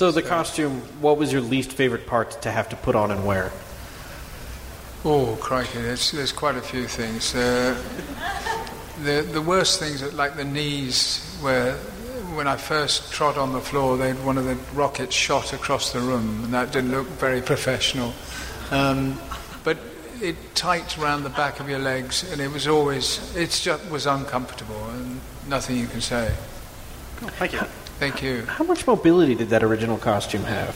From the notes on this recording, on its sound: live at Salt Lake Comic Con